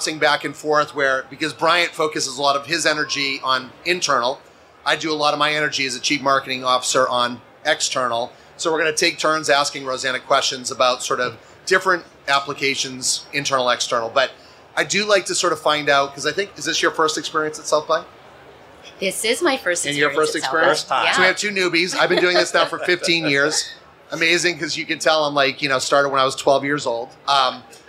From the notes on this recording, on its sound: Live from SXSW 2023. This presentation, originally recorded in front of a live audience at SXSW 2023.